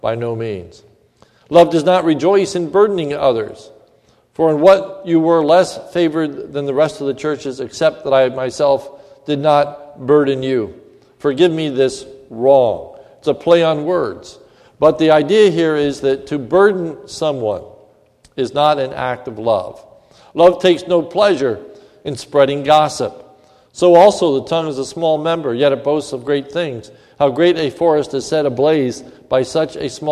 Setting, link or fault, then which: setting, large echoing room